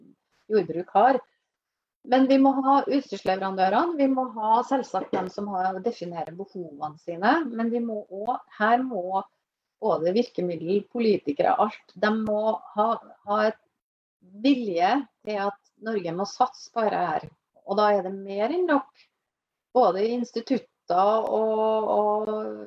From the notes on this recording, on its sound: Live Zoom. I denne live-sendingen.